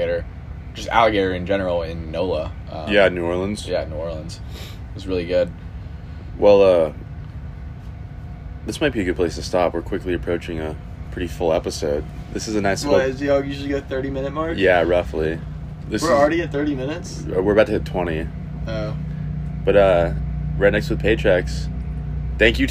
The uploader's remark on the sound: This special edition episode was recorded in a camper at Rednecks with Paychecks. Audio may be a little funky considering...